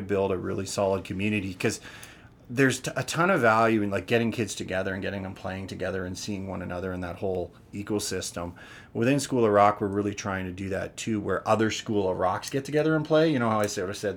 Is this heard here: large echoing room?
no